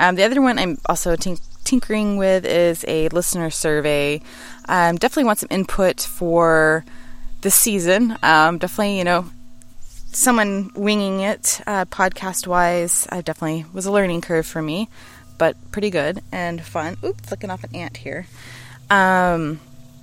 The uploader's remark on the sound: Live from My Backyard